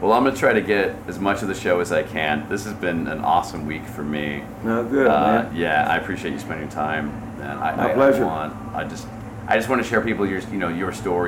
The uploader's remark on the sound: backstage interview turned podcast, recorded during Americanafest in Nashville this year.